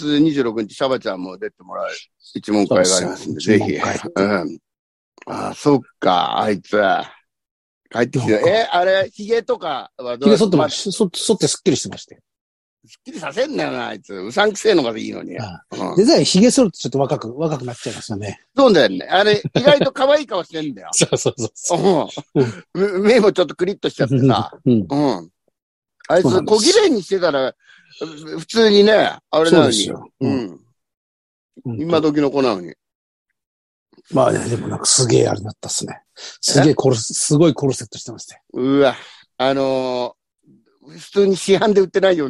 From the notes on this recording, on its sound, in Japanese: ZOOMで収録